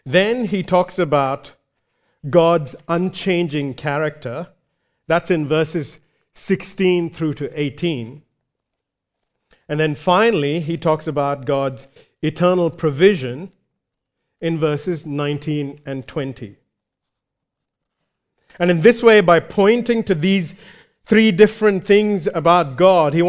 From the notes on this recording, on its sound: recorded live at Grace Community Bible Church